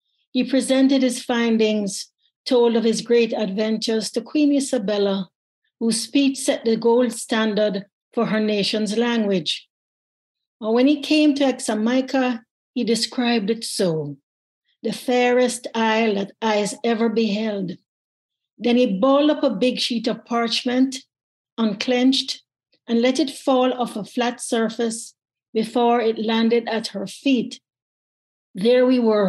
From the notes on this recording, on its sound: As part of a celebratory launch party for the new Poetry Unbound book. A joyful Zoom room of poetry lovers and listeners of the show, old and new.